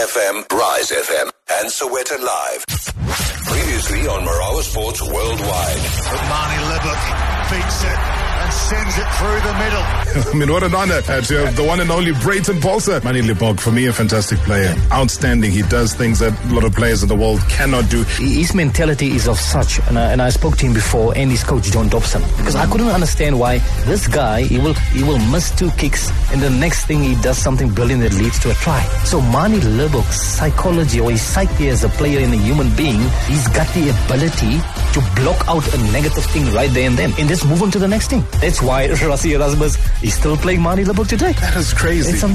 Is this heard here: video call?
no